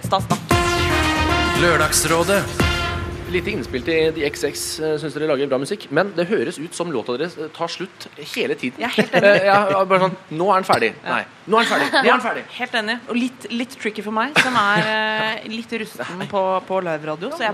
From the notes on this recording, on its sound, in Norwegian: Live fra P3-aksjonen. I Spikersuppa i Oslo.